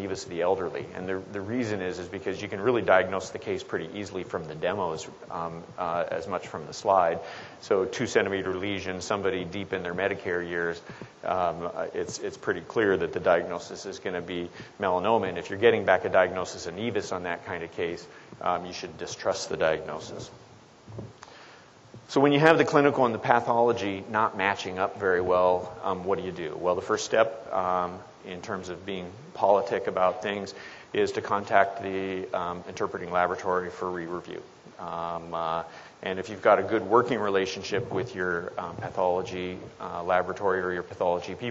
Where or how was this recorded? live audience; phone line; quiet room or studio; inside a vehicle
live audience